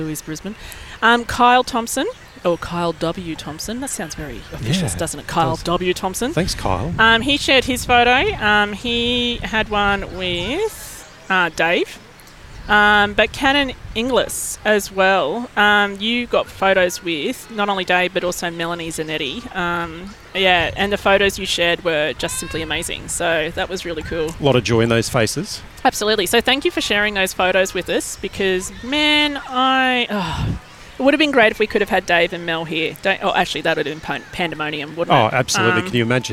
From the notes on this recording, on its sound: We grabbed the card table, and wound our way down to record a podcast ep at South Bank, right near the van! Culminating at the South Bank Parklands in Brisbane.